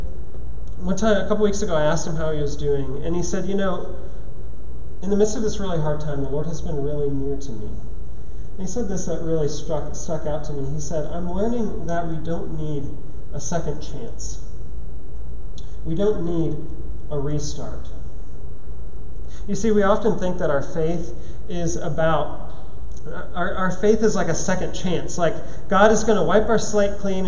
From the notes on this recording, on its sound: at Trinity Church, Puerto Rico